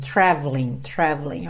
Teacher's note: você não fala o E do traveling